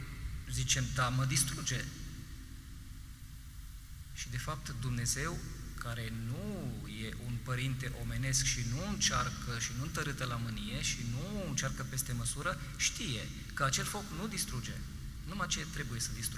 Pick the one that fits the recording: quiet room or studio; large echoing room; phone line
large echoing room